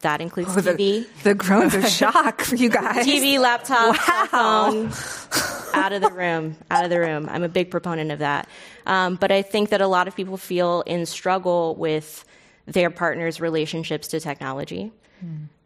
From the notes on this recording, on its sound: This program was recorded in front of a live audience at The Commonwealth Club of California in San Francisco on August 1st, 2019.